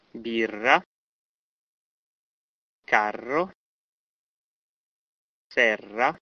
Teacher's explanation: Now listen to these words where the double R in between the vowels is rolled